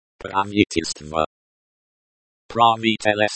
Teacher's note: The stress is on the second syllable. The O at the end of the word is pronounced like the O in the word go.